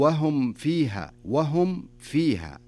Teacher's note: هنا الميم إذا جاء بعدها حرف الفاء، الميم الساكنة إذا جاء بعدها حرف الفاء نكمل الميم كاملة بدون إخفاء